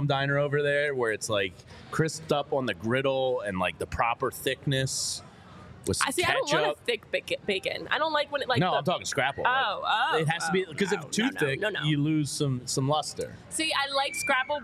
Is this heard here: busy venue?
yes